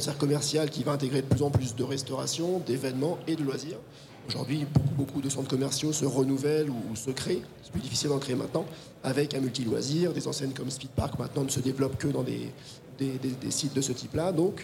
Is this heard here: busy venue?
yes